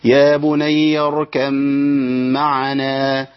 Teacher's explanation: في الميم، وطالما اضغمت يبقى تشدد الميم، شدادة الميم يبقى عندي غنة حركتين